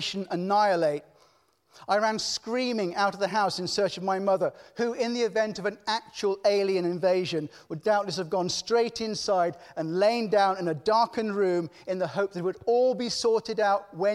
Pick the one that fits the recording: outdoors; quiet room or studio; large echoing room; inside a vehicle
large echoing room